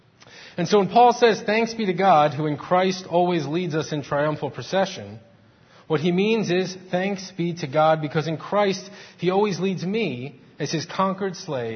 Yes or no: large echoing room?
yes